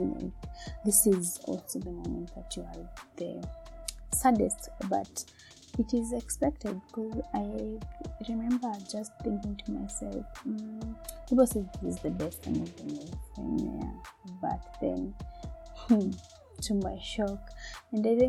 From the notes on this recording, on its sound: Sorry for the sound quality